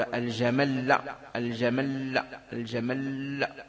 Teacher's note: فتقول في الوقف عليه الجمل بتشديد اللام · Term: الوقف بالتضعيف